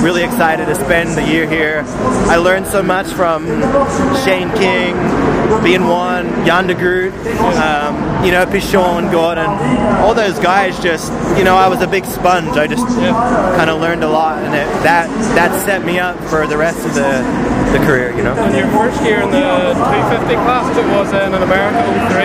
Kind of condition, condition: fault, background noise